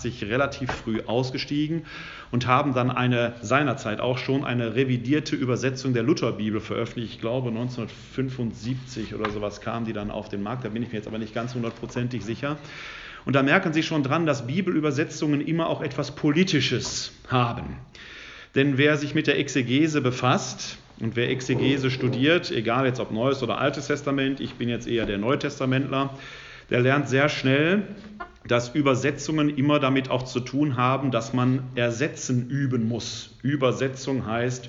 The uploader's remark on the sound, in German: Mitschnitt des Vortrags